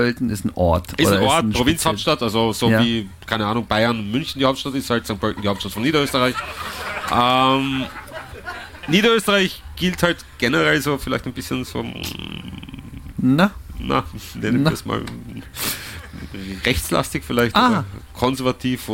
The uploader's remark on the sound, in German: Aufzeichnung einer Live-Sendung auf dem Chaos Communication Camp 2023 in Mildenberg. Vor zahlreichen Gästen.